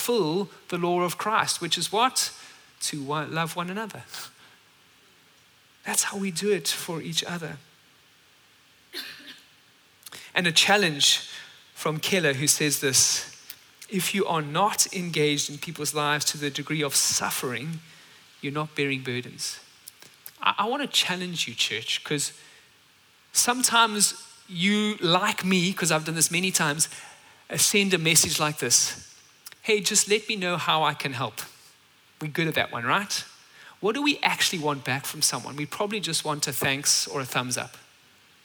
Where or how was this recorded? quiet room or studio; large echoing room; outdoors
large echoing room